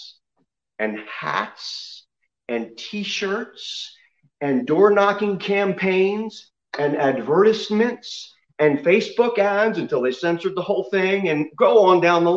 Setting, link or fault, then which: setting, large echoing room